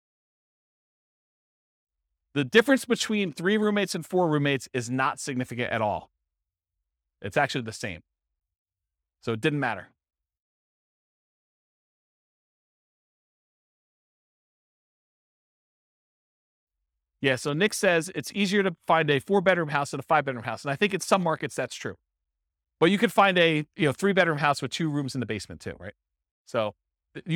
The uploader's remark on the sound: This was a live class recorded.